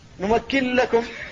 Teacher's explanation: هذا الإدغام الخالص بدون غنة قبل اللام